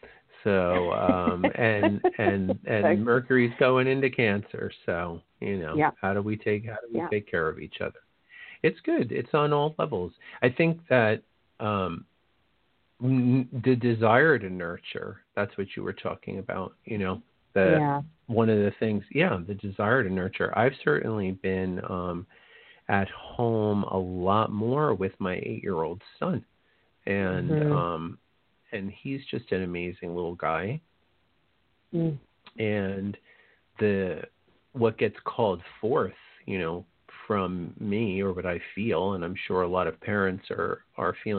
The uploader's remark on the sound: This is a call in show